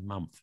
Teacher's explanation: Sometimes the THs becomes F.